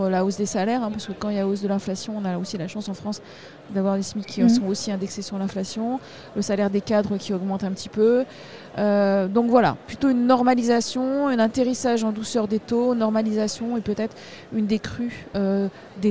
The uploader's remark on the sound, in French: Un sujet enregistré au Salon RENT. Un sujet enregistré au Salon RENT.